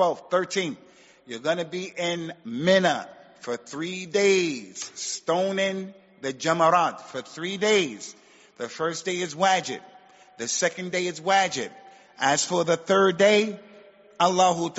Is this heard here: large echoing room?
yes